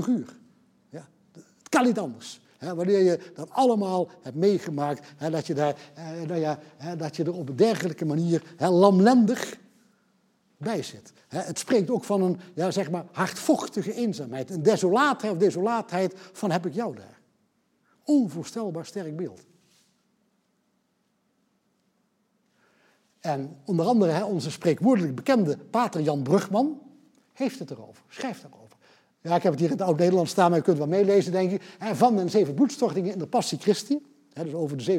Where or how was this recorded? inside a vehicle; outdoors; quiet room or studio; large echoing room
large echoing room